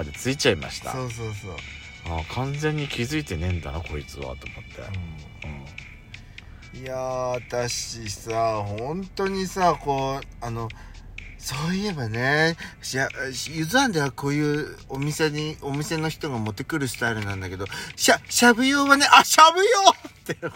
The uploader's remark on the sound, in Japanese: パーキング収録